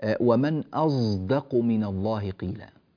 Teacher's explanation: الصوت الثاني هو صاد مجهورة